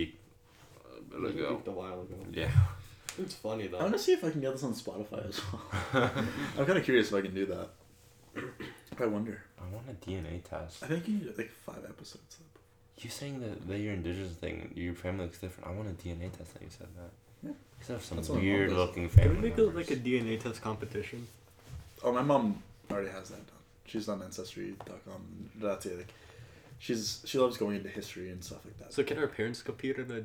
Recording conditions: poor microphone